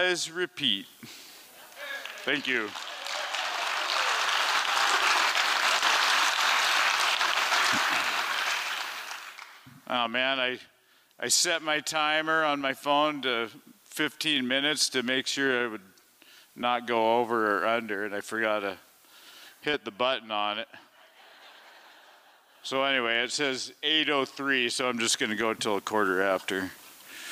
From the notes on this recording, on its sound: Liberty Theatre-Saturday Night-Fourth Set. This recording was made on Saturday, February 25th, 2023, at the Liberty Theatre in Astoria, OR as part of the FisherPoetry Archive Project.